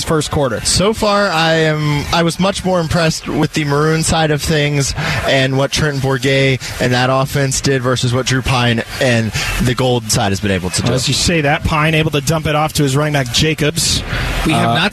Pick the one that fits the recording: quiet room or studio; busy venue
busy venue